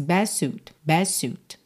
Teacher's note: best terminaria em T. Mas como eu posso omitir essa consoante oclusiva, eu já junto no S